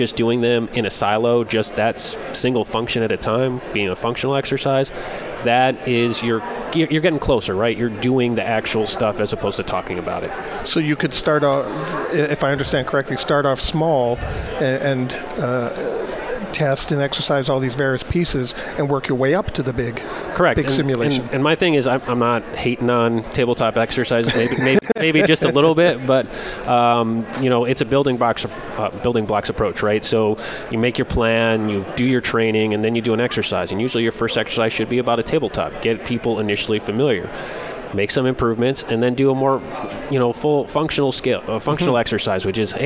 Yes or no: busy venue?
yes